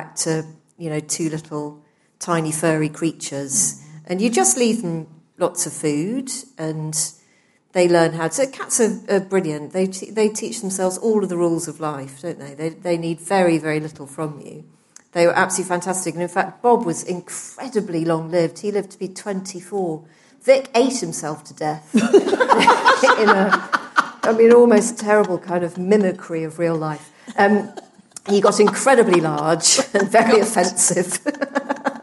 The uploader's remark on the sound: LIVE at Afternoon Tea. Host afternoon tea at Times Towers.